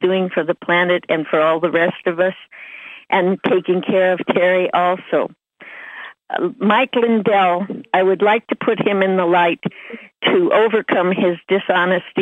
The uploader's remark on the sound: Conference Call LIVE